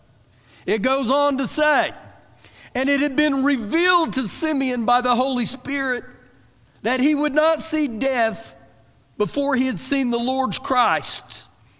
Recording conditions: large echoing room